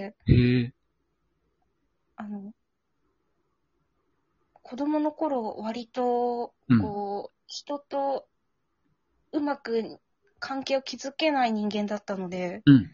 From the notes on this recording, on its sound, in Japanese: Radiotalkアプリの「リモート収録機能」を使って、ラジオトーカーさんをお友だち数珠繋ぎ方式でゲストにお呼びしていきます！リモート収録 #ラジオトーカー #ゲストと一緒に配信 #2人組 #笑い声あり。